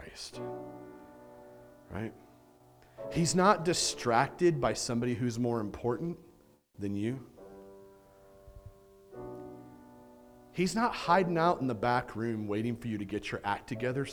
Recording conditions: large echoing room